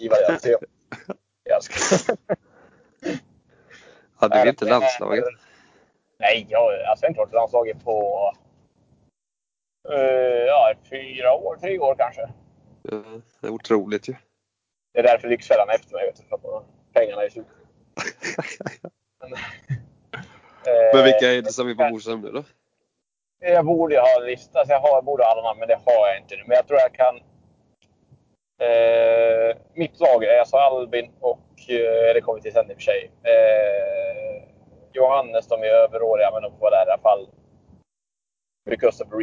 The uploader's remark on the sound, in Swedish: Har en ny mikrofon som kanske är bra men han åker bil så det låter som en rostig gås ändå.